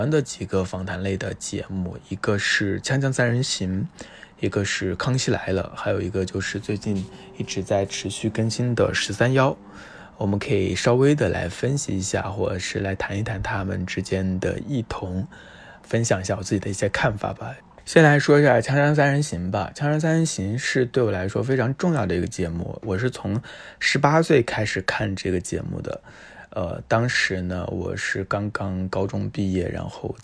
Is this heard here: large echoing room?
no